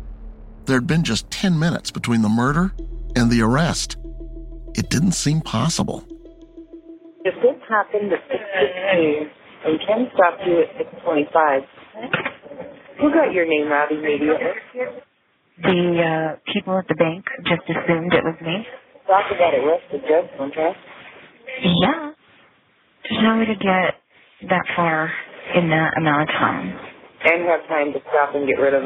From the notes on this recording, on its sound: Recorded phone calls from a suspect in jail